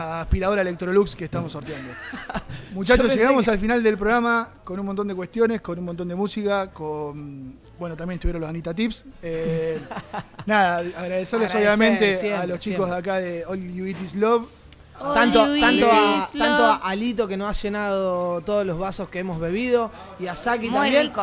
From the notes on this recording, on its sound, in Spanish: "All you eat is love" queda en Carrer de la Marina 52 (Bcn). Todo el publico que se hizo presente para compartir una tarde/noche de radio en vivo.